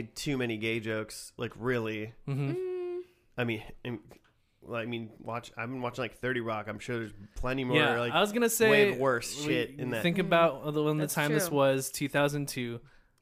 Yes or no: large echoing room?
no